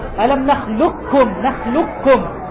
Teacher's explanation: يعني لا يبقى أثر للقاف، ستقرأ بكاف مشددة. ألم نخلقكم، نخلقكم، لام بعدها كاف مباشرة، ألم نخلق، نخلقكم، هذا إدغام تام.